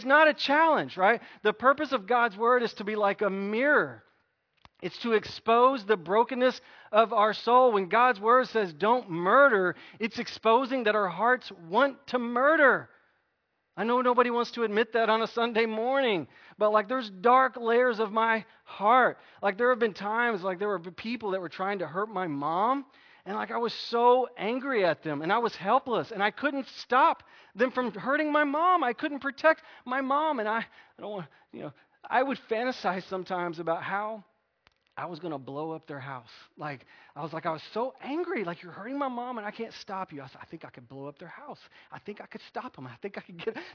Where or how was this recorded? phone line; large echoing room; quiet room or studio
large echoing room